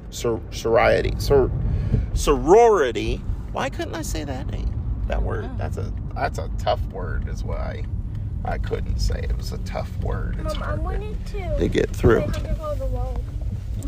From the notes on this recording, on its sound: Today on our way to a farmers market for some fun we recorded two stories.